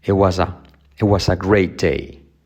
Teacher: la T no se pronuncia casi